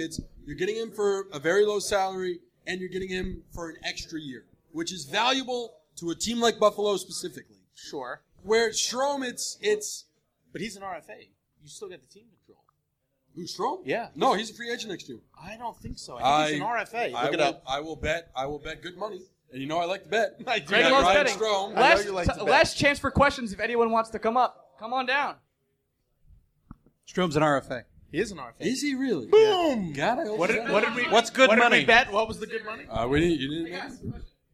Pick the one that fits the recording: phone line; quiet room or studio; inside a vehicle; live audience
live audience